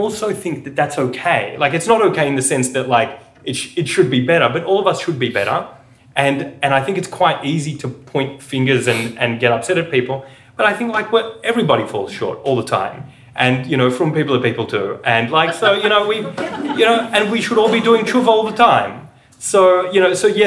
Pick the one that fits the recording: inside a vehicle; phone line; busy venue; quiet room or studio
busy venue